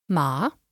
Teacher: It can be pronounced with a falling and ever so slightly rising tone